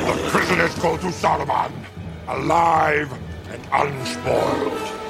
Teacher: You can hear it in the way that all of the sounds are sort of like kind of fully pronounced alive and unspoiled. So every consonant sound at the end of every word is like, you know, enunciated, which makes him sound like a theatrical actor. · Term: received pronunciation